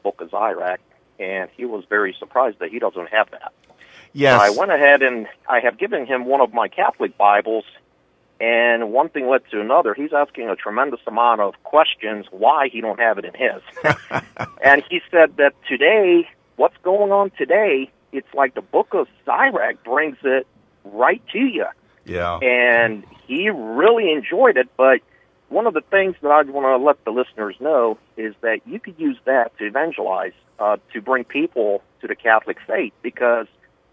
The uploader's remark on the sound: live call in program